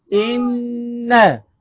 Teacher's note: نون شدة وفتحة بغنة حركتين · Term: حرف غنة مشدد